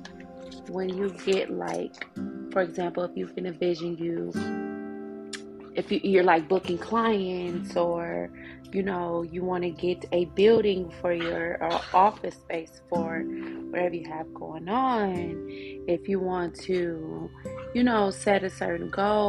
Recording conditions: sounds in the background